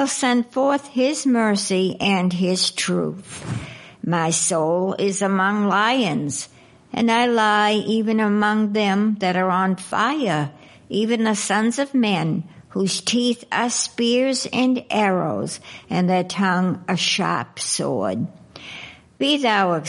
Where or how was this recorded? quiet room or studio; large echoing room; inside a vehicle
large echoing room